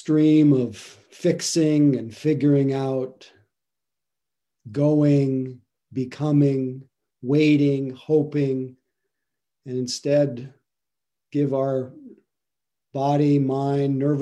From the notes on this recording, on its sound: (Mission Dharma) Recorded Zoom Session.